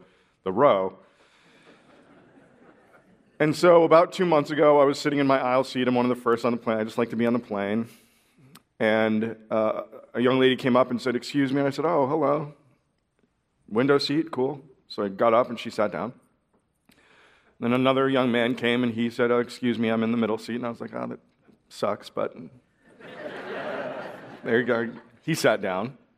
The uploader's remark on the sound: As the audience did in person.